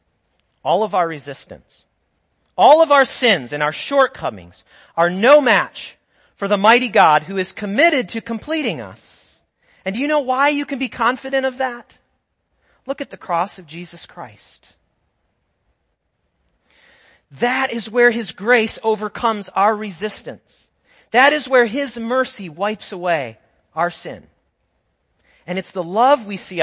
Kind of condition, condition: setting, large echoing room